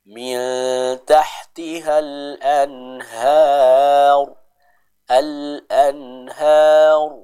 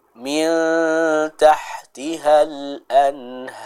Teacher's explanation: Lalu pada kata al-anhar, ya, kita sempurnakan huruf ra-nya dibaca dengan tebal. Min tahtiha al-anhar, al-anhar, seperti itu.